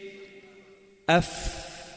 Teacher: أف، بطن الشفة السفلى ورأس الثنايا العليا. تطبق الثنايا العليا على بطن الشفة السفلى مع خروج الهواء بيطلع حرف الفاء